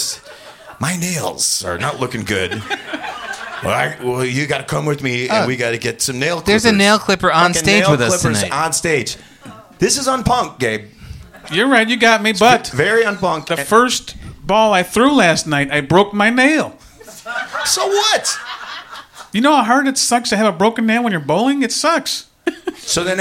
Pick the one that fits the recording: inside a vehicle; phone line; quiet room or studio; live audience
live audience